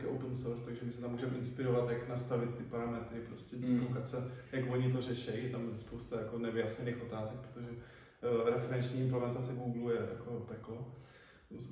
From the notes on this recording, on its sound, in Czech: Omluvte prosím špatnou audiovizuální kvalitu, zradil nás nový třetí mikrofon i stativ.